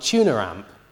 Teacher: So the R becomes the onset of the following syllable. · Term: linking R